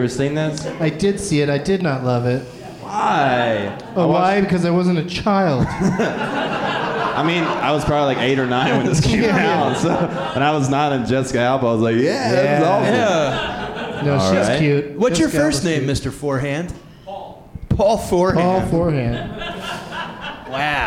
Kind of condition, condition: setting, live audience